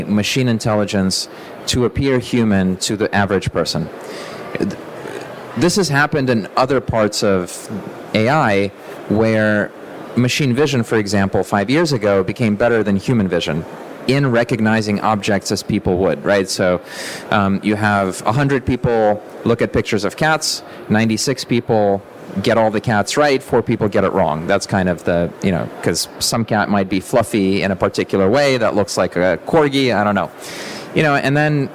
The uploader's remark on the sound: I used the opportunity of being together in person to record an interview. Recorded in the podcast theater at the event.